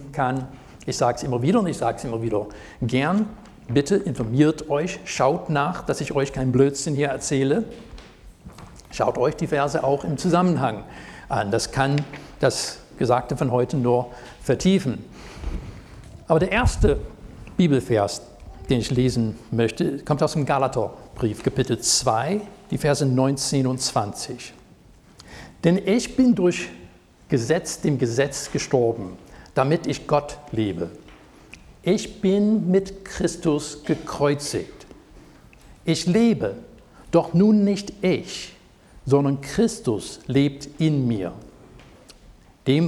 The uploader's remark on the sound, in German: Predigt aus dem Gottesdienst vom 16.07.2023.